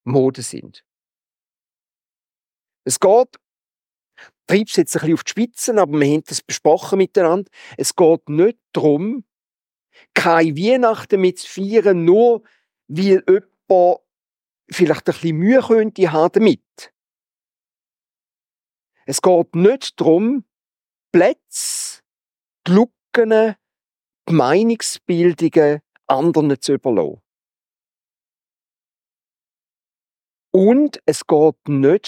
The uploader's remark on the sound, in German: Predigt Loehningen. Ziitfenschter-Gottesdienst.